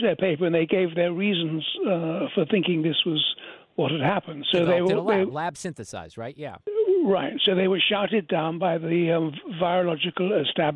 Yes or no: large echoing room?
no